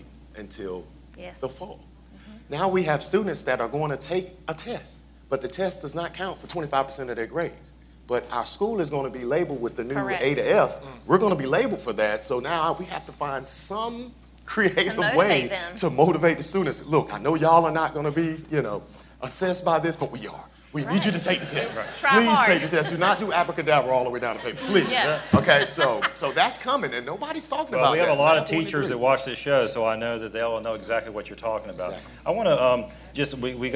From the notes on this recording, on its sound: This week’s show was recorded live at the Public School Forum of North Carolina’s Eggs & Issues Breakfast.